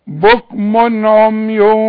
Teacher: اما التنوين بتاع بكم ما غنش